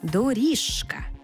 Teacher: «Ж» – дзвінкий, «к» – глухий. Далі дзвінкий все одно залишиться сам собою.